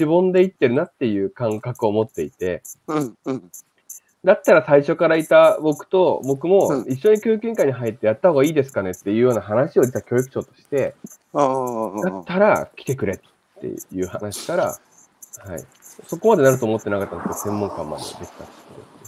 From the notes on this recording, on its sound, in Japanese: 歩きながら1時間、対談する